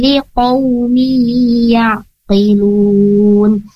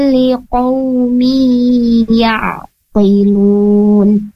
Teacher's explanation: Tadi ainnya kurang penekanan ya, sehingga tidak begitu jelas di huruf ainnya · Shown in: second take · Nah, untuk lebih tepatnya, huruf ain ini makhrajnya berada di wasatul halqi.